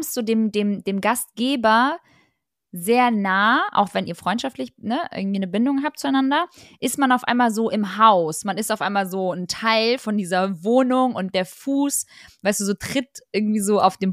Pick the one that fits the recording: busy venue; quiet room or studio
quiet room or studio